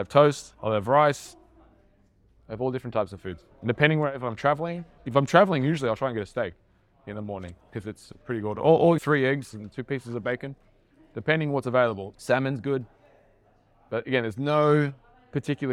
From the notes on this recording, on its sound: This episode was filmed and recorded at a recent Internship I ran for trainers